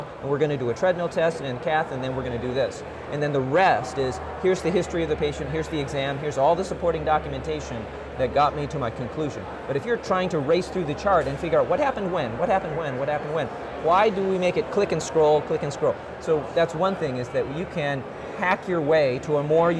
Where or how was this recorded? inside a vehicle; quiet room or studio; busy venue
busy venue